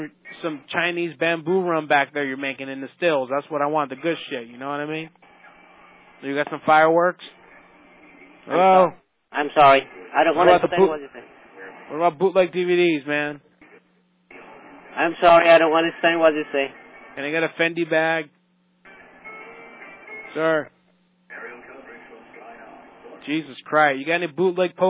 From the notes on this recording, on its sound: Prank Phone Calls.